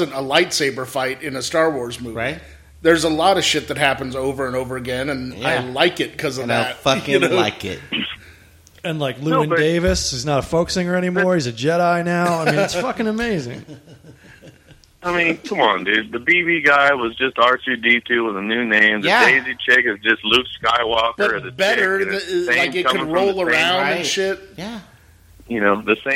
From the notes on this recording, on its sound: take listener's phone calls